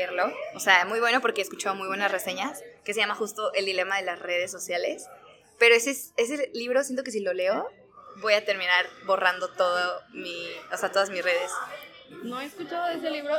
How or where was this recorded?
busy venue